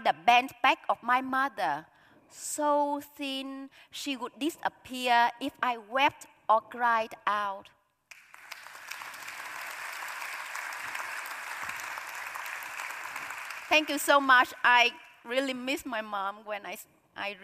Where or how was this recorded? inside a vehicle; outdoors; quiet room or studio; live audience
live audience